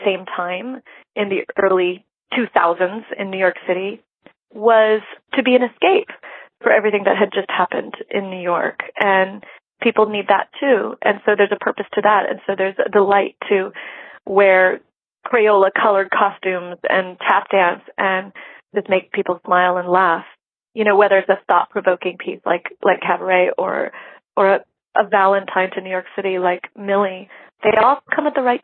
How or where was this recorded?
phone line